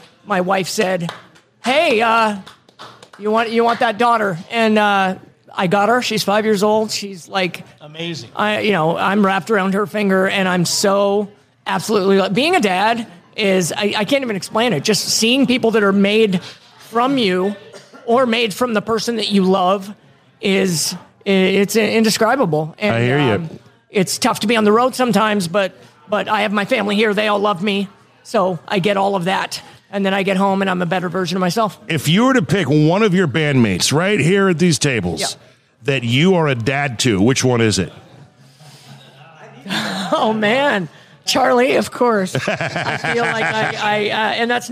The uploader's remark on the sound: Live at the Cedarwood Saloon.